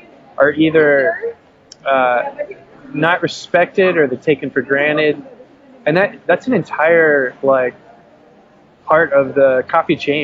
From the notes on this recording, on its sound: Pardon the audio quality on this one. Who is sitting in a rustling café in the middle of Seattle WA.